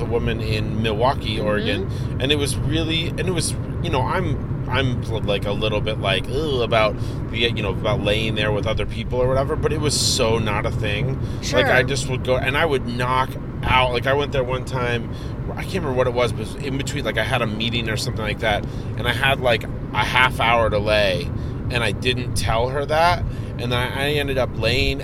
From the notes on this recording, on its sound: Roadtrip! Recording their show from a moving automobile.